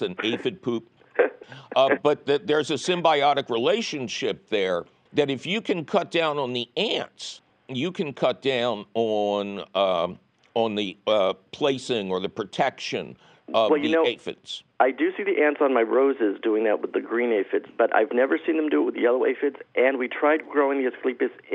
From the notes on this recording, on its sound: your Fabulous phone calls!